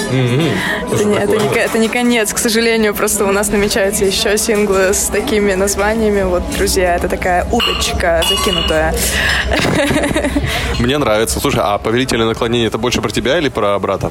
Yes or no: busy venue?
yes